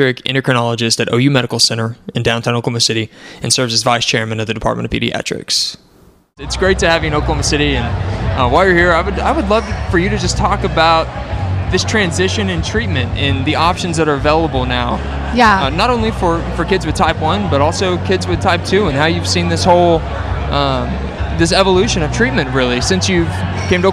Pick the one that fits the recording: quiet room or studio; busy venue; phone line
busy venue